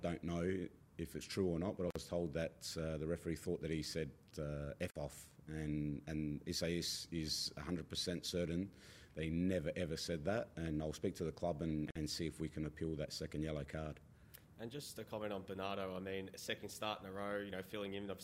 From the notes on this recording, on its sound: Post-Match Press Conference | Melbourne Victory v Adelaide United.